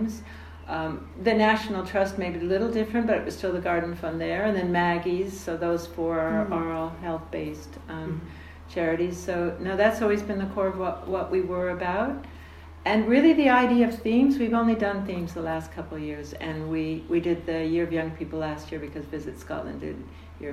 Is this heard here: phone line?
no